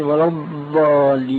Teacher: فهي مخرجها من حافه اللسان ملتصقه بالاضراس وبين من يضع راس اللسان في سقف الحلق. · Term: الضاد العربية الصحيحة